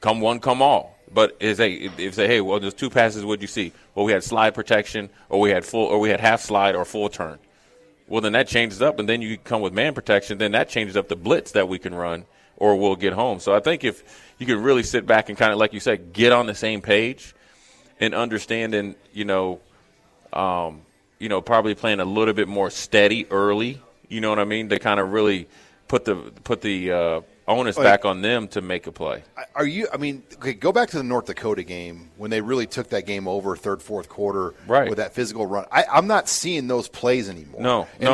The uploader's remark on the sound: Live from Tanner's